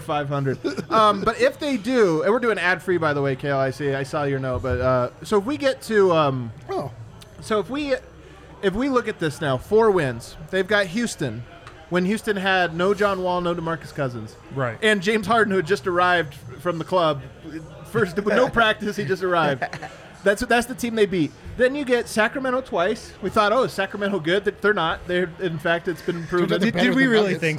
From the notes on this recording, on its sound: Live from the Winner's Lounge.